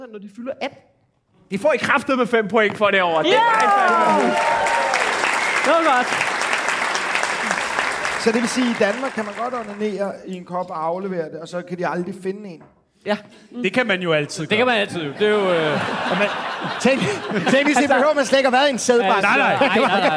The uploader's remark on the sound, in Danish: Afsnittet er optaget live på Comedy Zoo